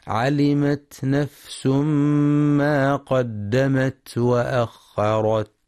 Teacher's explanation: ينتبه القارئ لهمس الفاء والسين ولترقيق النون، فلا يقرأ نفس بالتفخيم